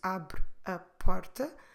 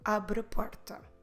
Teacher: Notice that here when we say abre a porta, if we speak slowly, we can hear the three words, abre a porta. But when we speak more normally, abre a will come together · Shown in: second take